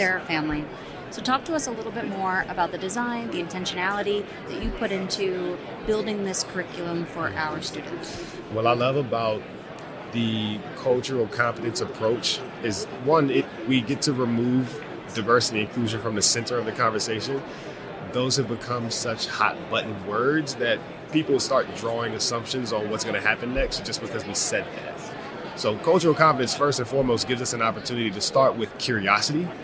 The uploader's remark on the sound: From Radio Row at the Super Bowl